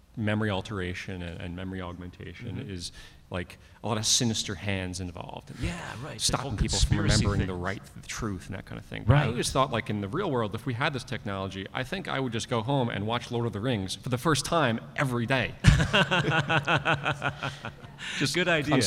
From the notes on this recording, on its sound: To the stage for our first-ever appearance at the Boston Fan Expo. This panel took place during the 2023 writers strike.